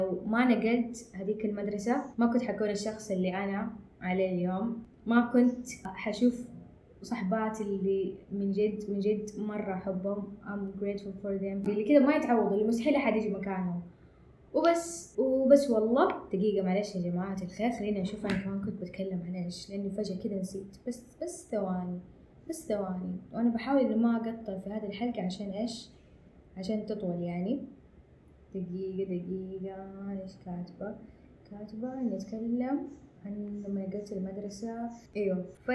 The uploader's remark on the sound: sorry for the audio quality